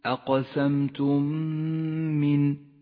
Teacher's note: تدغم الميم الساكنة مع الميم المتحركة فتصيران ميما واحدة مشددة تحتاج إلى غنة زمنها حركتان · Term: الإدغام الشفوي